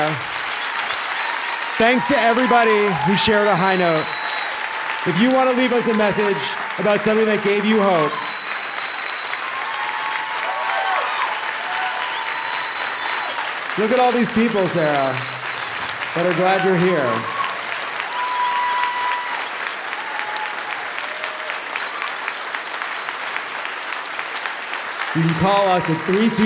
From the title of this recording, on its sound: Live from Portland!